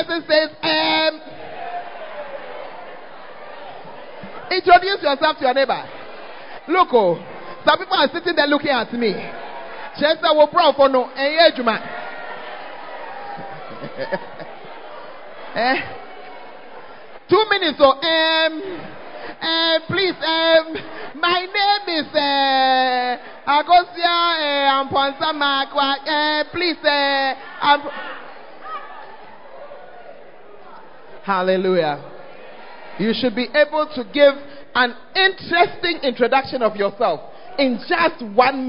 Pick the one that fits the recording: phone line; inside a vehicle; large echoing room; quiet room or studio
large echoing room